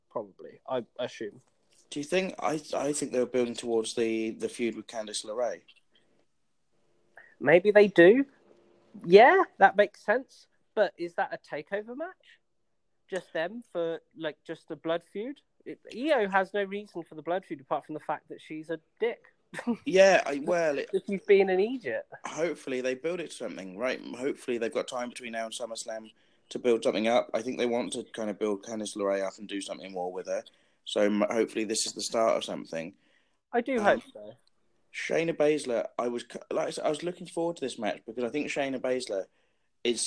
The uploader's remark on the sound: Oh dear, it’s the first ever Skype-call NXT generation podcast.